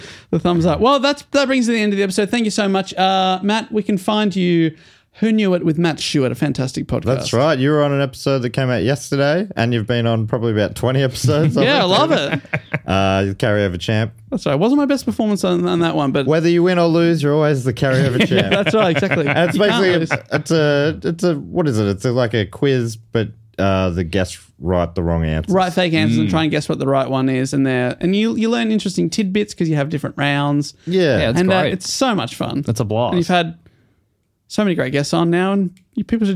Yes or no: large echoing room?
no